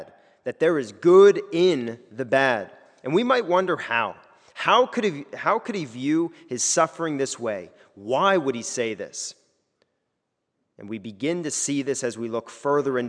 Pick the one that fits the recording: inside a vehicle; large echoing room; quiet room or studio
large echoing room